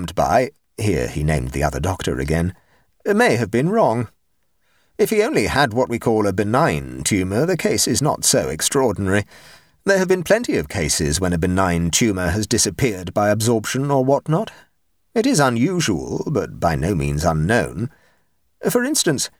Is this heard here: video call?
no